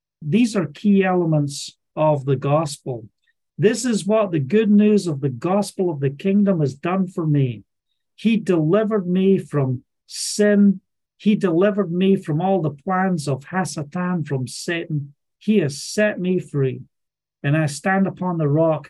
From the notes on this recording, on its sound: Live Zoom Call Message. From Scotland.